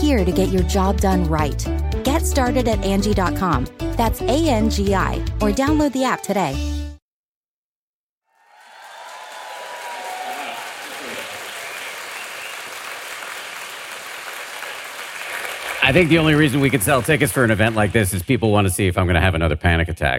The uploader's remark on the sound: This is our first podcast recording of a live show. We recorded this at the Armory in Boston in front of a sold out crowd.